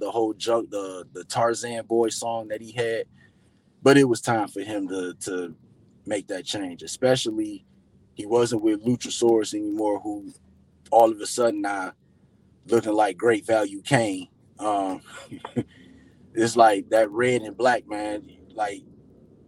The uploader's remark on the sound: I did this episode from my car